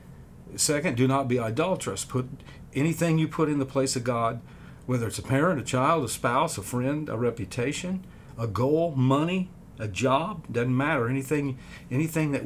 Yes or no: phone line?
no